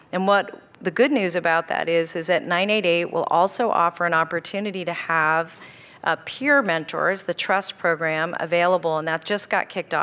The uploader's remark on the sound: KQED Live: A San Jose Mayoral Candidates Forum